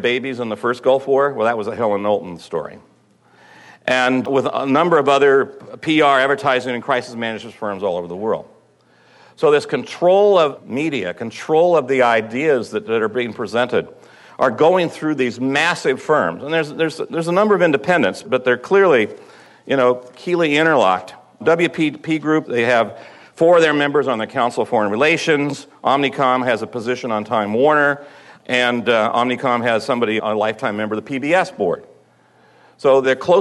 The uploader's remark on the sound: at the June 4th, 2006 "9/11 Education and Strategy Conference" in Chicago